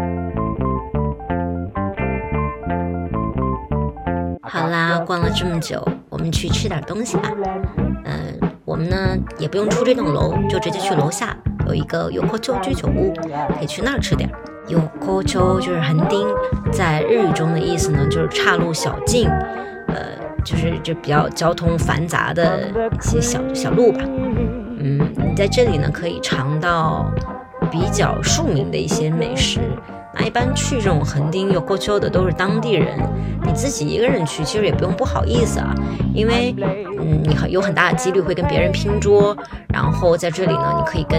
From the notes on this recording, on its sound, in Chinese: SoundWalk 第三站-日本东京24小时不眠之涩谷shibuya。唱片店 Face Records Tokyo。